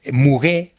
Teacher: Sin pronunciar la T final en francés